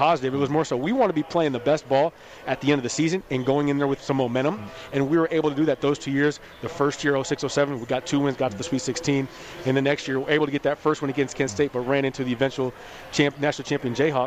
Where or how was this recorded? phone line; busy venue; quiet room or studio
busy venue